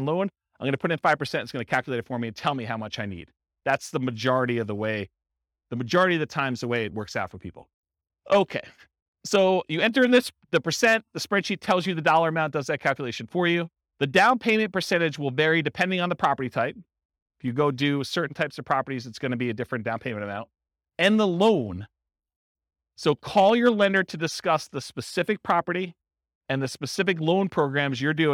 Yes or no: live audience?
yes